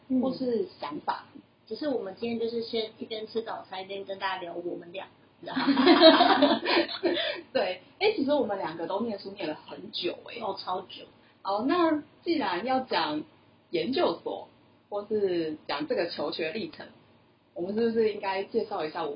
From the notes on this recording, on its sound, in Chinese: 第一集好像收音還沒調整好請大家見諒啊